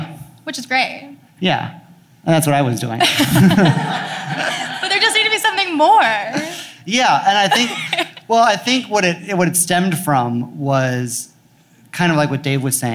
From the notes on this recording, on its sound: Live from Los Angeles. In front of a live audience in Los Angeles.